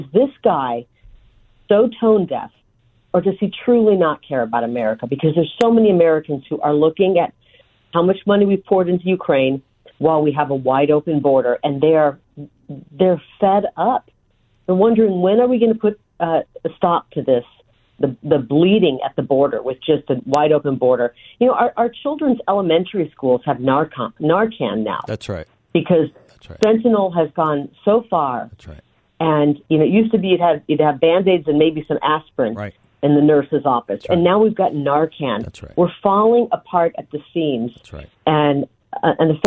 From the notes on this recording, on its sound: joins the show by phone